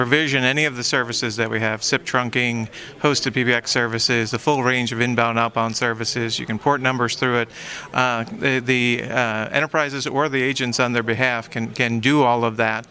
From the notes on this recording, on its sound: live at ITW 2019 in Atlanta